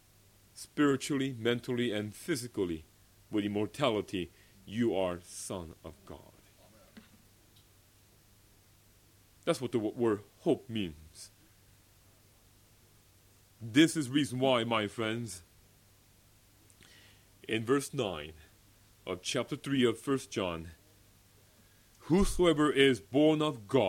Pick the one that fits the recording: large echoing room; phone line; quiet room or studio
large echoing room